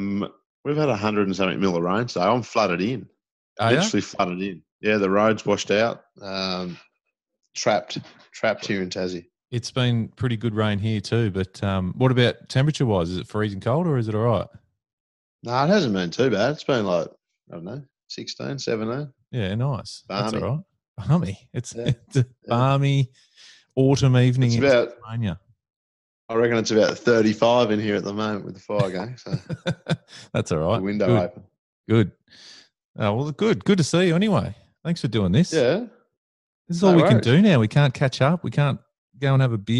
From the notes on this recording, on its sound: The first of many remotely recorded episodes.